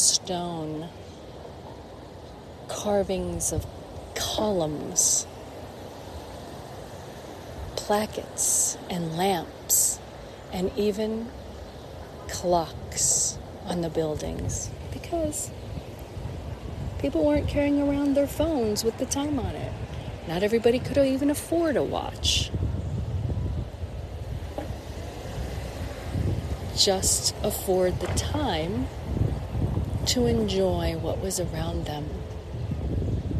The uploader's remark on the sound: LIVE from Terminal Tower, Cleveland, Ohio. At Terminal Tower and Public Square, Cleveland, Ohio, USA. This is a special on location Walk and Talk of our Mindfulness Summer Tour 2022.